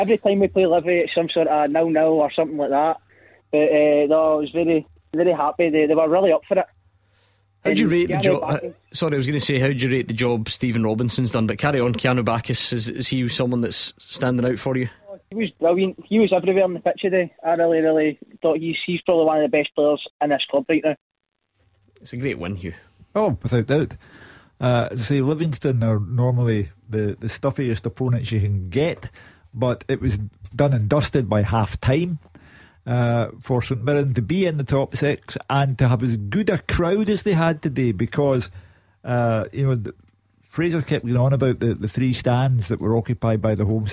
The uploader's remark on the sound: The phone lines are opened as you have your say.